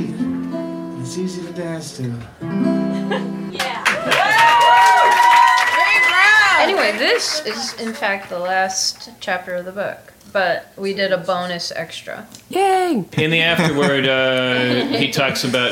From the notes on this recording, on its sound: This installment includes excerpts of live performances by songwriters and artists recorded at the BBC event. At Barbès in Park Slope, Brooklyn. There are interviews with the songwriters and artists. In their Park Slope kitchen.